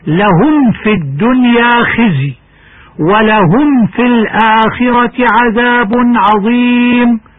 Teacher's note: حذار من إخفاء الميم عند الفاء والواو لأن حكمها الإظهار عندهما